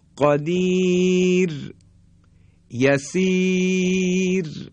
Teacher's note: را ساکن قبلش یا مدی اومده، صدای کشیده اومده، پس بنابراین باز هم ترقیق میشه